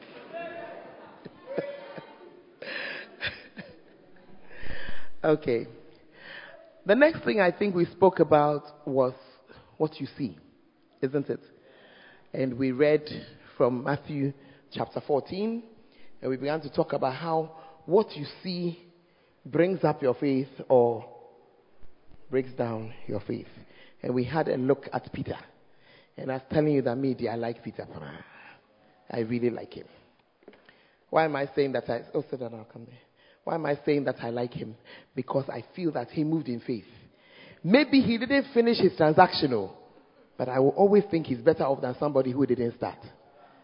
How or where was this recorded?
large echoing room